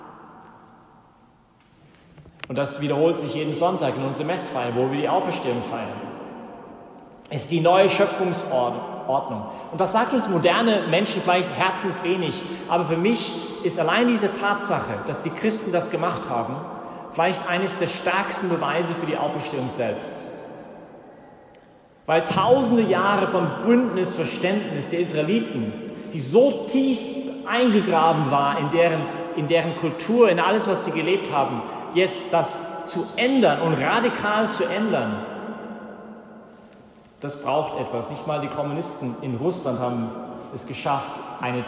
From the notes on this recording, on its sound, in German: Das war die Predigt während der Ostervigil, die vom Zentrum Johannes Paul II. In der Minoritenkirche in Wien.